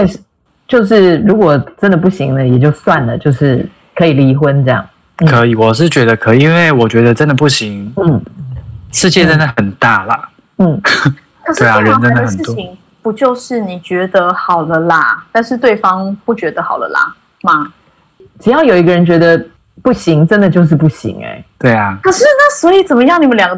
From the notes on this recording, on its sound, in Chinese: 本集因疫情採線上收音，帶點朦朧美但一樣好聽！